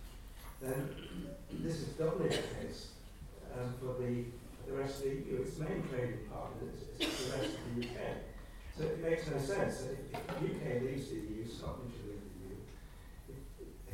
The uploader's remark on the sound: Audio recording of the EU referendum question time event, held at University of Surrey, hosted by the Centre for Research on the European Matrix (CRonEM).